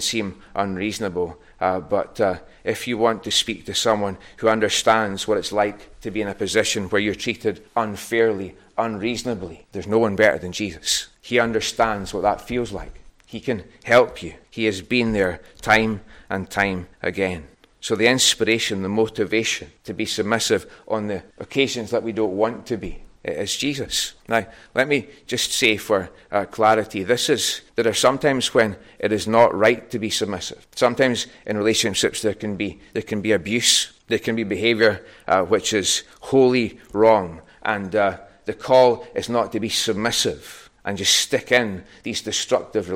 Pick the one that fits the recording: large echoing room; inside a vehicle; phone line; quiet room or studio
large echoing room